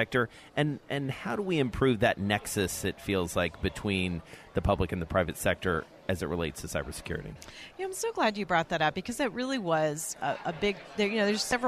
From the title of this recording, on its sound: Broadcasting from the 9/11 Memorial & Museum Summit on Security